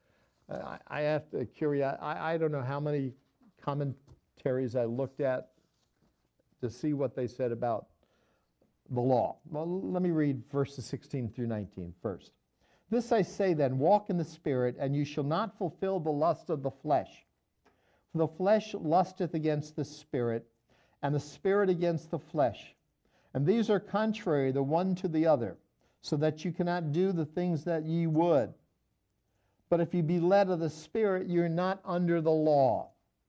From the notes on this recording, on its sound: This episode was recorded live on 2/2/18.